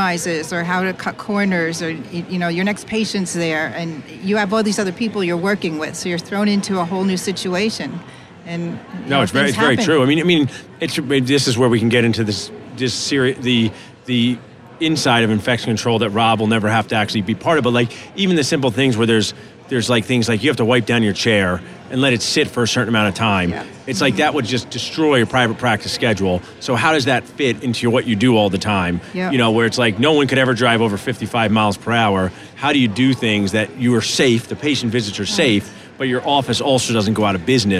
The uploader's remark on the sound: Live from the Benco booth at the GNYDM 2019